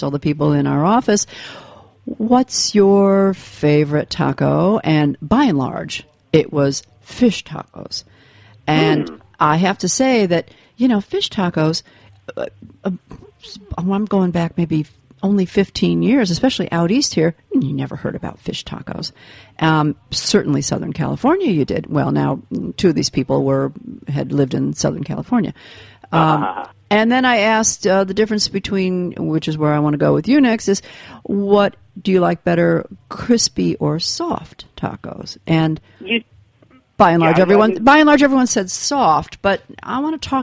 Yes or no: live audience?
no